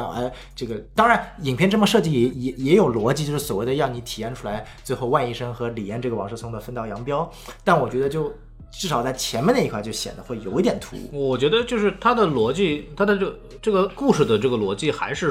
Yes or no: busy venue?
no